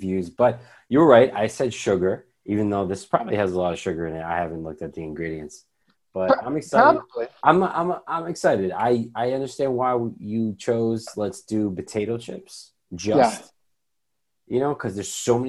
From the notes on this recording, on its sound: On Zoom so there are some small sound discrepancies and tech issues. Loud crunching sounds.